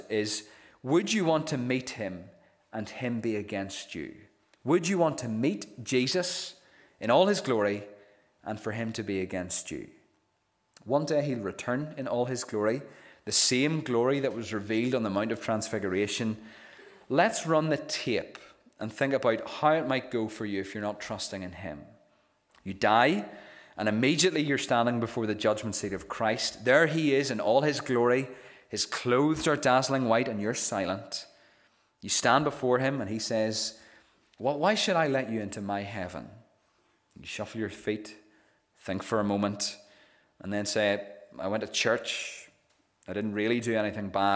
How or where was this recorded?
large echoing room